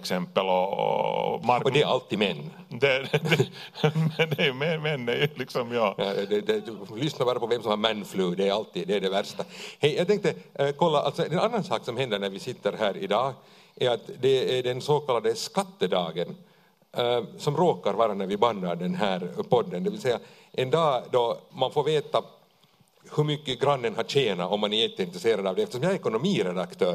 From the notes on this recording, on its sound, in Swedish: Livepodd inspelad på Tölö gymnasium.